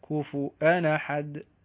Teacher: القلقلة في الدال ونقل حركة الهمزة